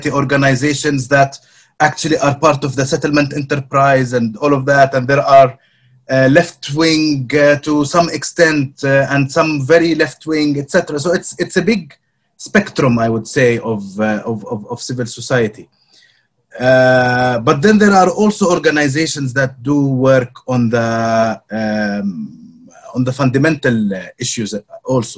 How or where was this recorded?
video call